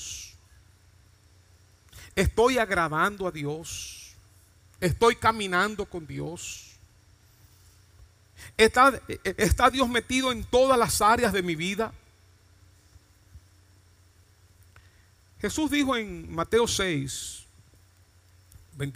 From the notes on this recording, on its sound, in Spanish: Mensaje grabado en Iglesia Cristiana de Santo Domingo, República Dominicana.